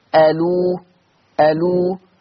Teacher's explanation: نقل ضمة الهمزة إلى اللام الساكنة قبلها · Term: حكم النقل